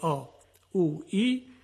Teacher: از جوف که فضای خالی دهان و حلق هست تولید میشه · Term: صداهای کشیده